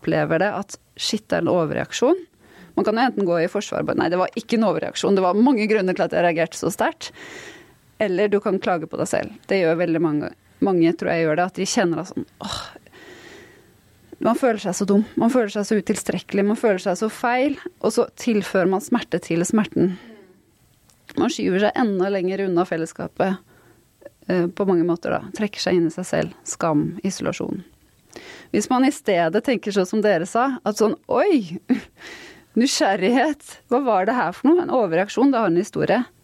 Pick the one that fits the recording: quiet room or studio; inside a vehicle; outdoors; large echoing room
quiet room or studio